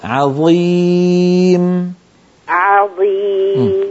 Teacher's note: رقق العين في عظيم وفخم الضاء